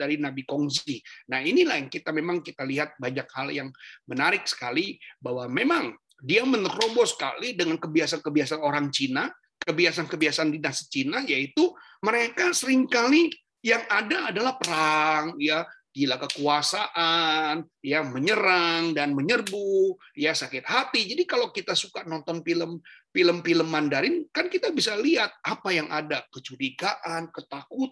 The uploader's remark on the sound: Audio Zoominar